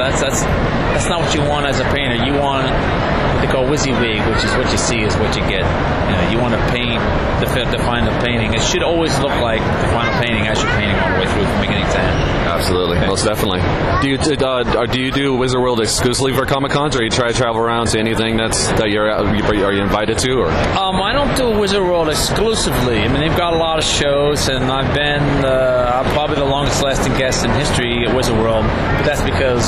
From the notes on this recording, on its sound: at last weekend’s Wizard World Reno Comic Con